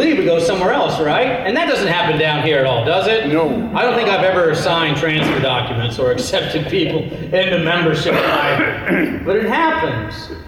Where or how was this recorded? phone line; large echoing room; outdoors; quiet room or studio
large echoing room